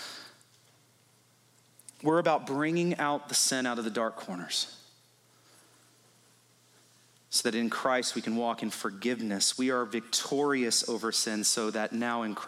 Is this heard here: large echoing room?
yes